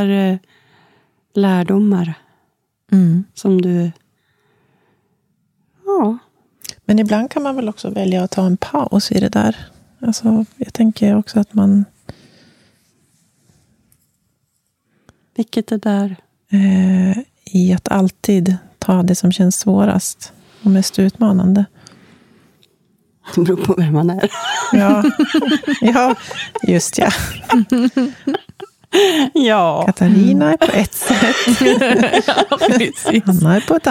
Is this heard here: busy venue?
no